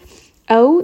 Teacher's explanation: It is a med that is 1.5. It is not a full 2-count med, but it is also not a 1-count med. It is going to be something a little bit in between. · Term: مَدْلِين